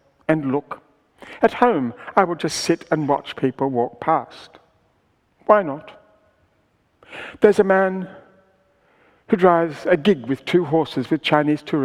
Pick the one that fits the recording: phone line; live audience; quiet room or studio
live audience